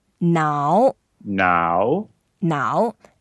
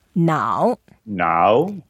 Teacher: 脑 is the third tone, so you go down first and then go up.